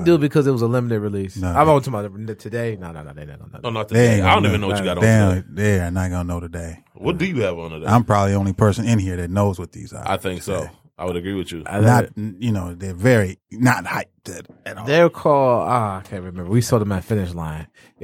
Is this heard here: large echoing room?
no